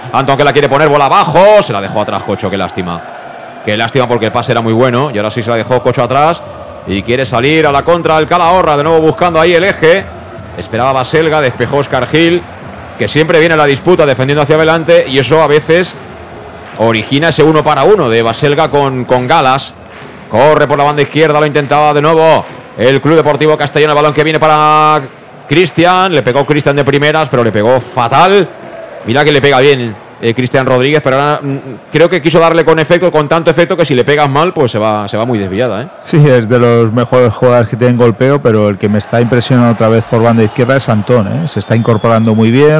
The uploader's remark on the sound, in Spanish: Transmisión en directo desde el estadio 'La Planilla'